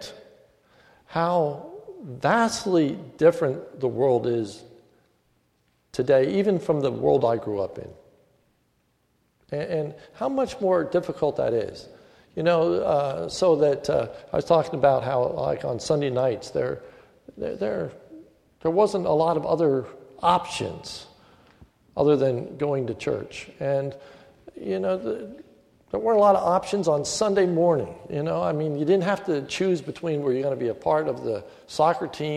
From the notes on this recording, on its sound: This is a sermon recorded at the Lebanon Bible Fellowship Church, in Lebanon, PA, on 12/31/2014 during the New Year’s Eve service